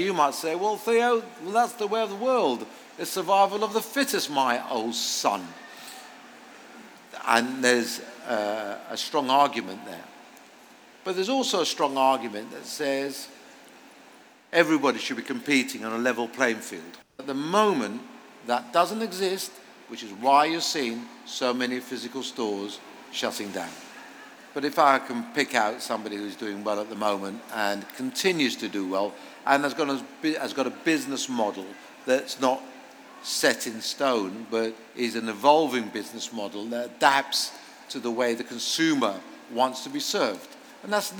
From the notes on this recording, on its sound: Live on stage at Springfair. Please note this interview was recorded in front of a live audience and we unfortunately experienced some AV glitches that were beyond our control. The format of this episode is therefore different to the norm but the overall impact should be minimal.